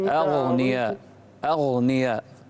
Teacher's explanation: فخم الغين ولا تقلق الراء